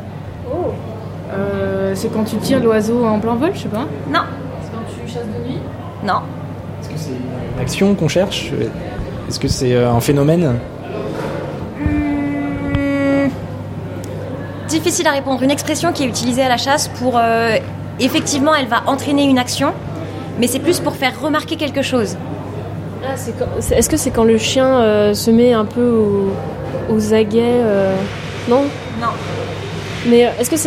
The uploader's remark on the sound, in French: nous sommes allés lever le coude à Rennes